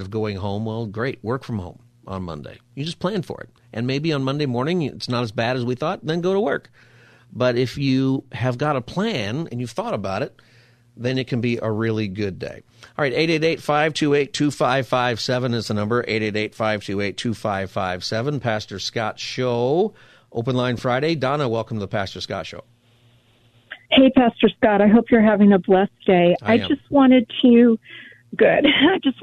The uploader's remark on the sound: Open Phone Friday